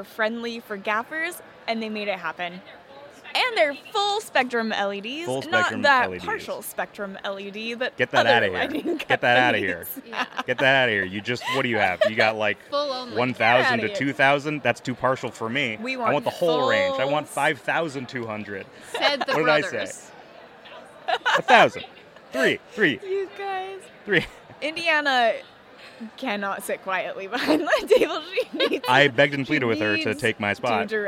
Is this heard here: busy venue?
yes